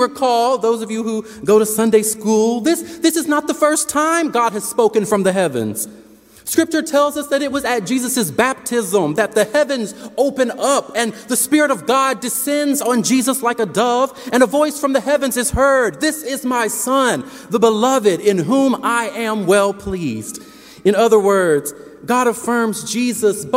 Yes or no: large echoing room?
yes